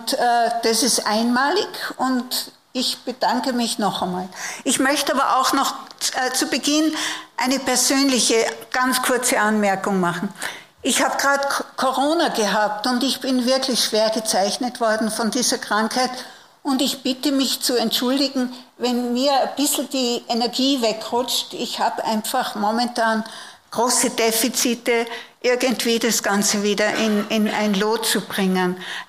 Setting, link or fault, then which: setting, live audience